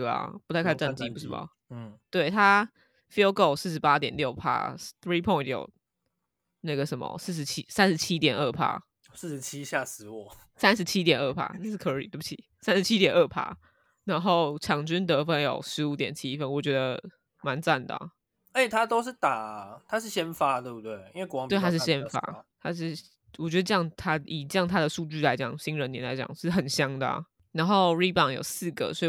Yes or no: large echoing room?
no